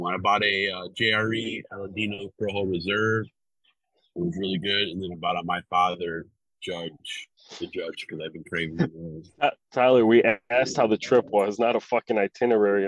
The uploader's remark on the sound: This episode sounds like it was recorded in two cars and a bathroom.